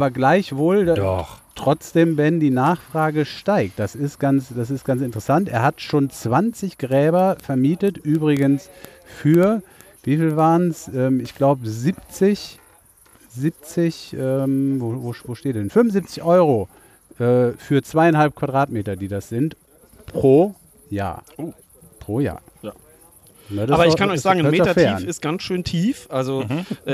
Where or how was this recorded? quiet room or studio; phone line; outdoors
outdoors